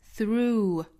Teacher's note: 应该是有一个滑动感，长元音 through